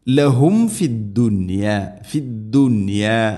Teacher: സാക്കിന മീമിന് ശേഷം വ അല്ലെങ്കിൽ ഫ വന്നു കഴിഞ്ഞാൽ രണ്ട് ചുണ്ടുകൾ തമ്മിൽ തട്ടിച്ച് മീമിനെ പൂർണ്ണമാക്കണം.